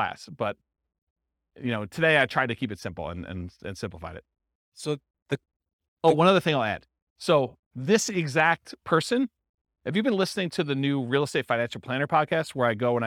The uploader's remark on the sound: This was a live class recorded